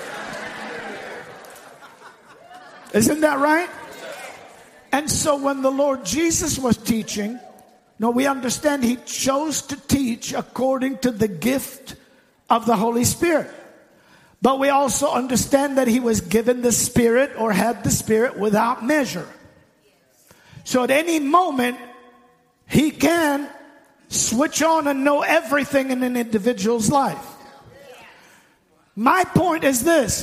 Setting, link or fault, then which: setting, large echoing room